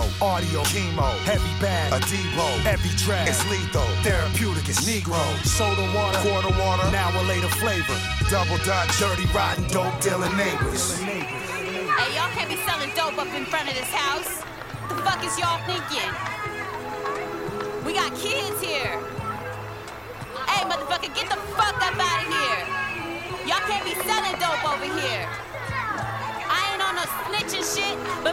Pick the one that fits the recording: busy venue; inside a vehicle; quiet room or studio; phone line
busy venue